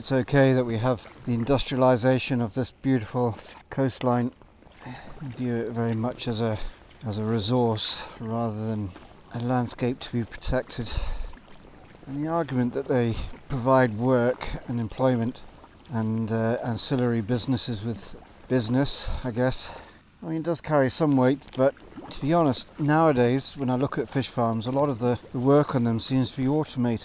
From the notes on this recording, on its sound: This episode was recorded live in my sea kayak as I explored Upper Loch Torridon on the north west coast of Scotland.